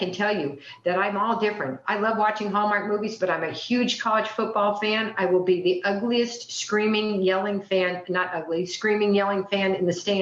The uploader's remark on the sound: the Friends of Bill and Lois W meeting held on zoom in July of 2023